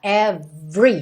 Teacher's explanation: O E do meio ali de every não é pronunciado, tá? Every.